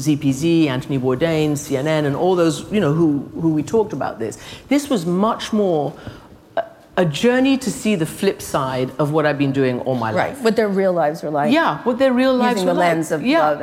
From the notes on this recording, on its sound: Live from SXSW. Speaking in front of a live audience at South By Southwest 2018.